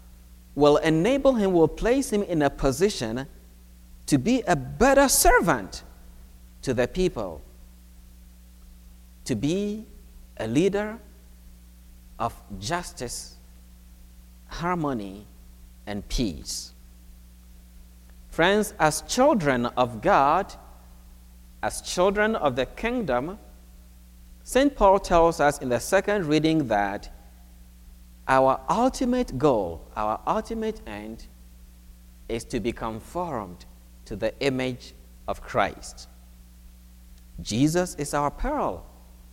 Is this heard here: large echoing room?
yes